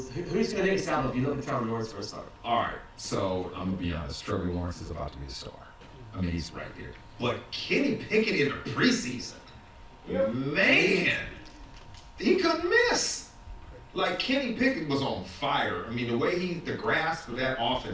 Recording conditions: poor sound quality